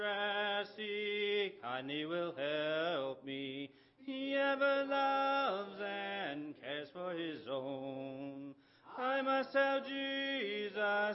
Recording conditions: large echoing room